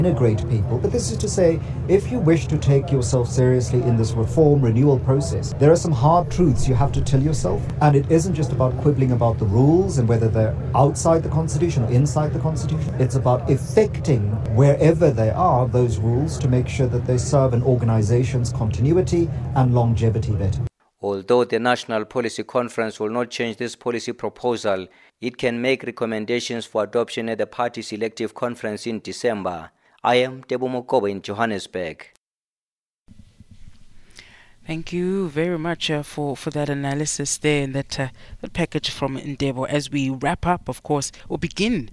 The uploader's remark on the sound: Speaking to the media on the sidelines of the Party's 6th National Policy Conference underway at Nasrec south of Johannesburg.